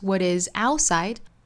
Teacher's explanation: what 里面这个元音口型较英音也更大